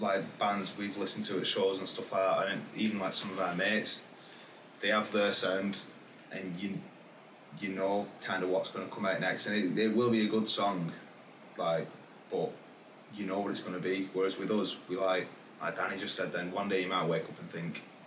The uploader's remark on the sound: A few technical problems with the space on his laptop meant that we had to use the camera audio for this episode!